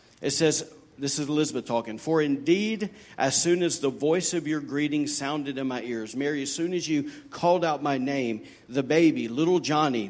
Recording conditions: large echoing room